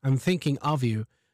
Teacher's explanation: we don't actually pronounce it as an F. We pronounce it as a V sound.